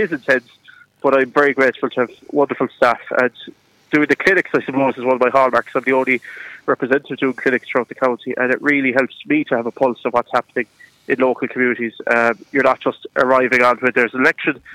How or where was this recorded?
phone line